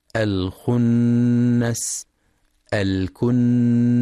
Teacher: وينتبه لغنة النون المشددة في كلمتي الخنس الكنس، فهي أكمل ما تكون